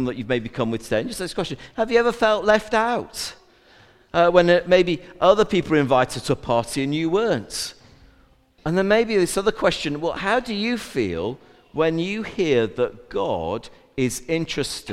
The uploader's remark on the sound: A Recording of the All Age Carol Service